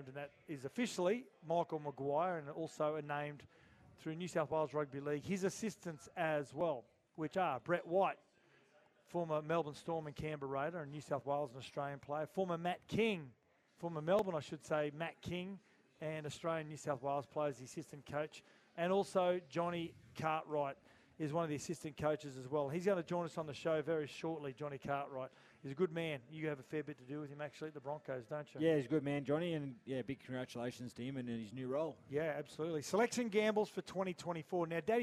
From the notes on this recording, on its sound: live from the Brisbane Greyhound Club